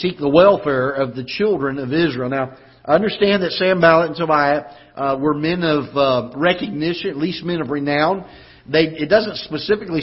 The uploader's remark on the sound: Ketha Heights Baptist Church ~ Live Broadcast